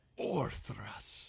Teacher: You've got that tapped R right in the middle of the back there.